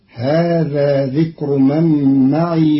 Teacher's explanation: قرأ قالون كلمة معي بإسكان الياء